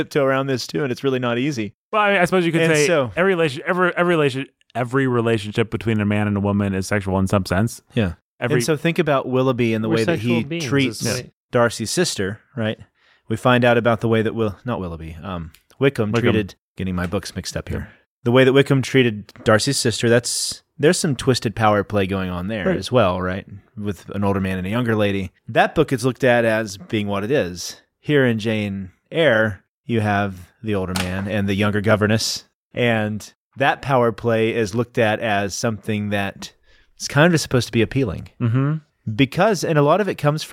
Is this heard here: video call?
no